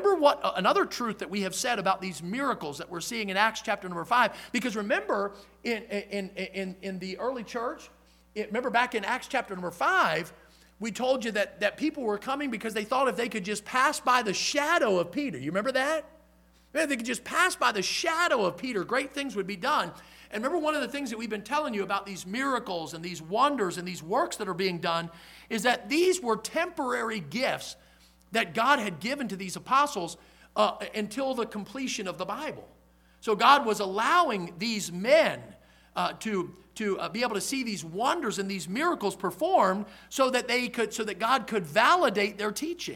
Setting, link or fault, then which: setting, large echoing room